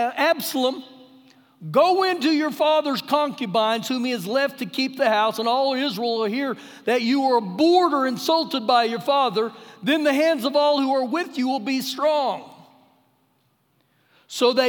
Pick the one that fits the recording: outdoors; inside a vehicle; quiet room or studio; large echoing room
large echoing room